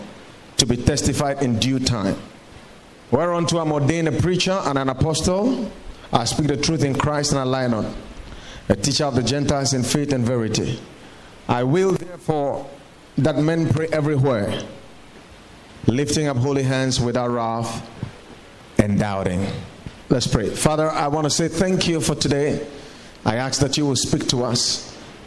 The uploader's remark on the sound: Preached at the Watered Garden Church